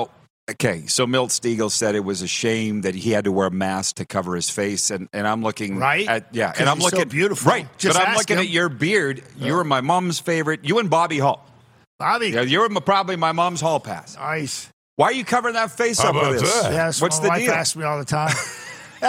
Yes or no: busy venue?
yes